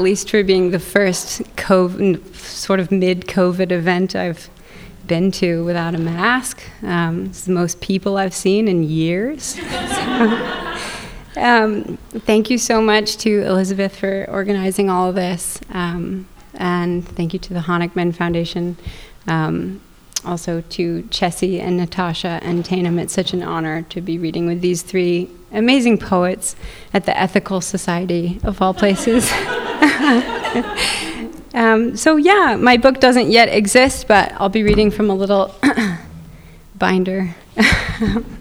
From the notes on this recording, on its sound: Live at The Philadelphia Ethical Society. From our live event earlier this year in Philadelphia.